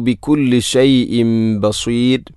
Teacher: ഷൈഇൻ എന്ന തൻവീന് ശേഷം ബ വന്നാൽ ഇഖ്ലാബ് എന്നതാണ്. തൻവീനിനെ മീമാക്കി മാറ്റുന്നു. ഷൈഇൻ ബസീർ എന്നത് മദ് ഇഅറദുൽ സുക്കൂൻ, അതുപോലെ റായിനെ തർഖീഖാണ് ചെയ്യേണ്ടത്.